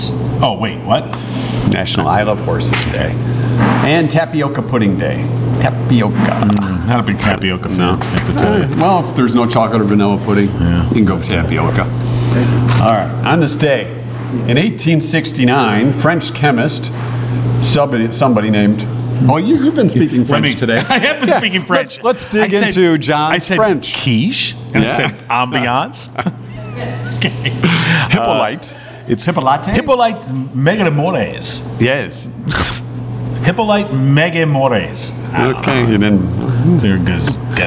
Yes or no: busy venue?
yes